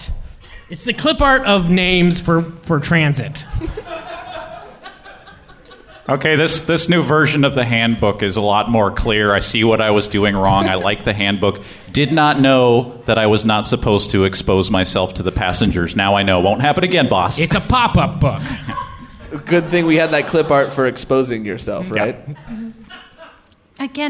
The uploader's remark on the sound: Improv comedy on stage live in Portland.